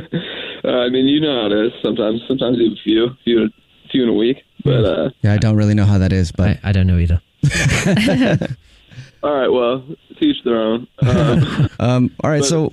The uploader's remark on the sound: We get that other person on the phone